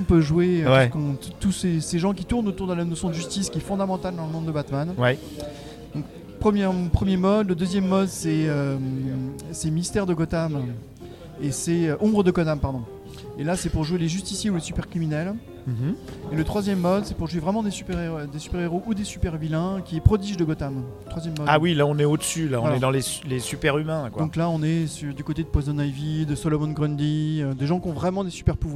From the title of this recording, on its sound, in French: Au salon Imagibière